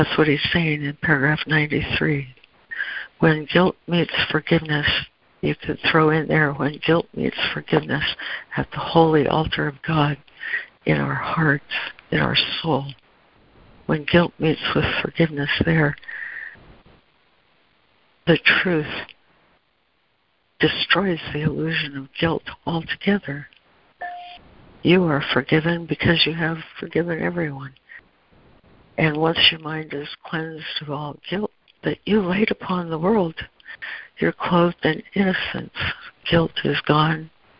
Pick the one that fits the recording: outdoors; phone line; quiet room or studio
phone line